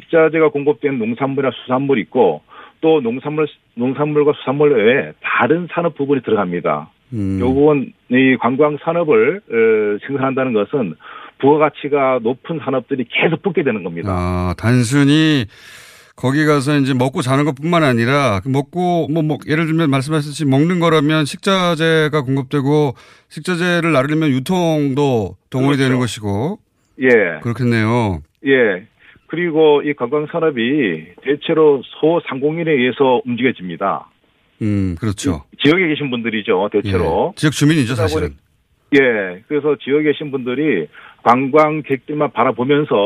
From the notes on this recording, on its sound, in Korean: 전화연결